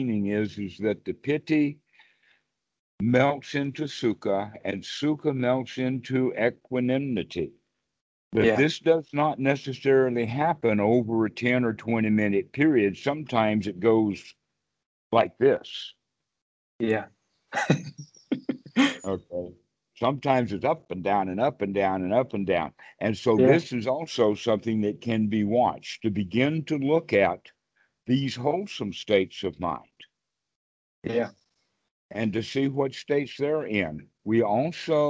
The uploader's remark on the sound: Skype calls on this channel.